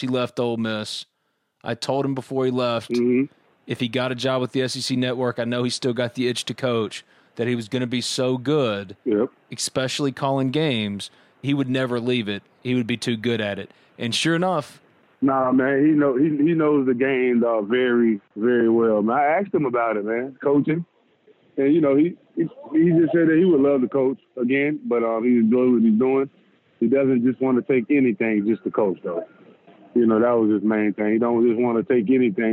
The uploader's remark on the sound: On the Modern Woodmen phone line to detail his current career in South Korea and more.